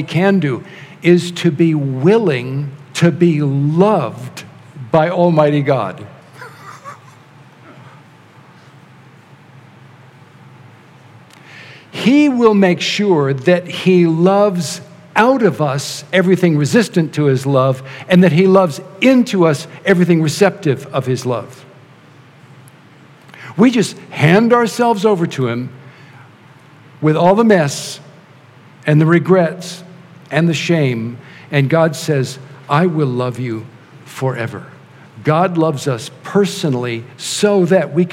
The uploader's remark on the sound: our band leads us all in singing